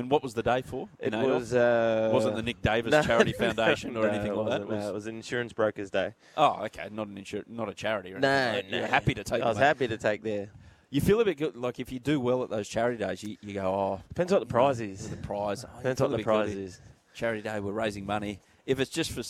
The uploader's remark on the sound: Broadcasting live from the Hawkesbury Lifestyle and Leisure centre thanks to Jayco.